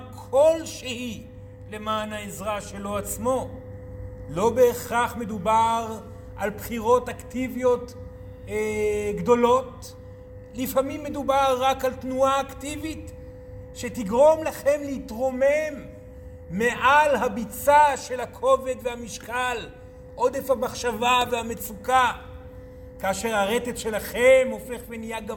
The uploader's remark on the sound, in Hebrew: זוהי הקלטת מעגל חי בנוכחות תלמידים, הכוללת הרצאה וכן שאלות ותשובות.